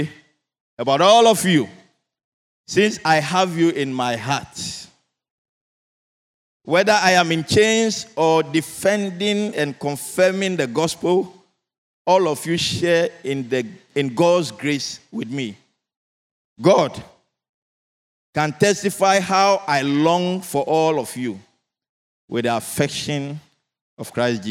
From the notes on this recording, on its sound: Sermon preached at CBC Shiashie Campus on Sunday January 21, 2024